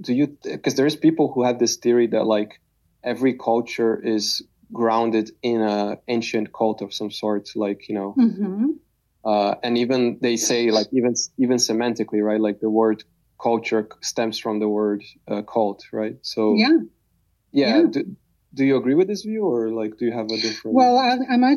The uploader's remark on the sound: Recorded Oct 2022 in a drop-in audio setting at Reddit.